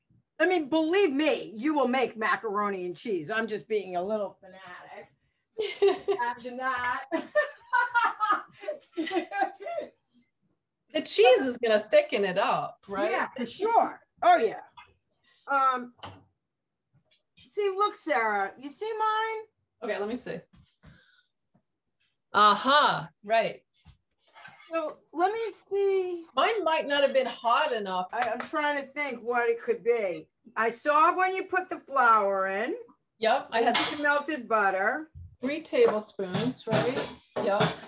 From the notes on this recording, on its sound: It’s the recording of a private zoom lesson.